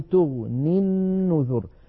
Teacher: تغني أصلها تغني بوزن تفعل، لكن لما نصلها بالنذر نقول تغني النذر فتسقط الياء لفظا، وكذلك سقطت خطا على نية الوصل، فكتبت في المصحف الشريف من غير ياء في آخر تغني، فلو وقفنا عليها اضطرارا أو اختبارا نقف فما تغن فما تغن، ولا نقول فما تغني على رواية حفص كما أسلفنا.